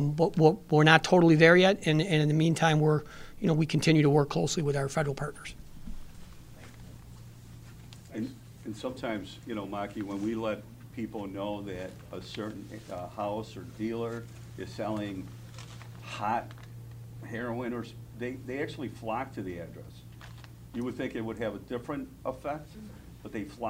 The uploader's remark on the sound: Erie County Sheriff's Office press conference